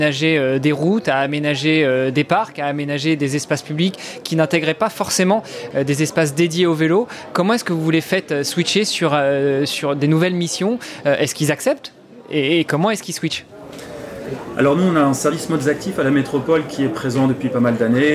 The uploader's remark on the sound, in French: Cette interview s'est déroulée dans une ambiance de brasserie comme vous pouvez l'entendre en toile de fond. Elle a été enregistrée réalisée lors des Rencontres de Vélo & Territoires 2022.